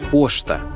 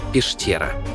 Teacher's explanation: у буквы «ща» привычное нам написание, но в речи передается как звук «шт»